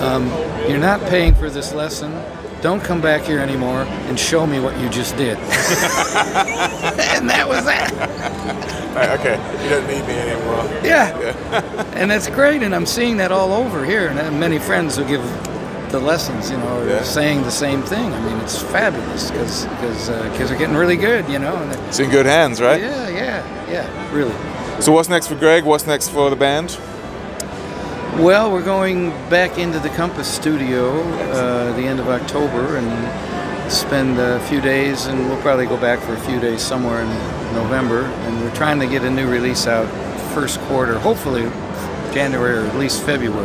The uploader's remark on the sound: Live From IBMA 2022